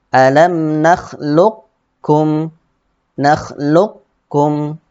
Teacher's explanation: kita membaca huruf qaf tetapi kita habiskan di huruf kafnya · Term: idgham naqis